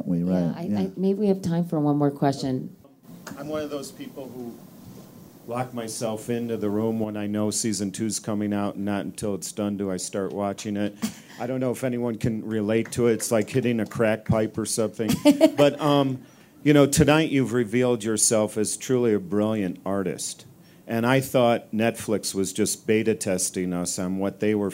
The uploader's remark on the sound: The interview, from the Aspen Ideas Festival, took place before the show’s third season in 2015.